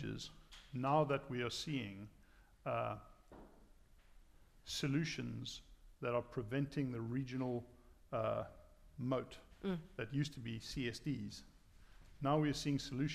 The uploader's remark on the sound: We were delighted to host a fireside chat at Balderton HQ.